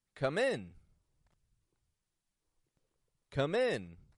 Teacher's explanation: Raising that tone of voice on that I in the word in. Notice also, I'm not making the N real long.